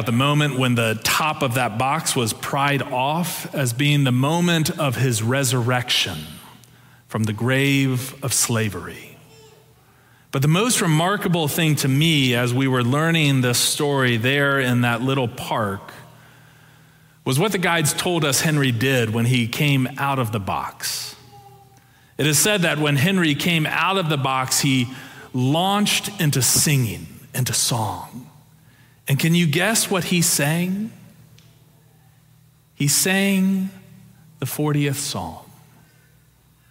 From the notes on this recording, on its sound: Preached on January 15, 2023 for our Sanctuary Worship Service.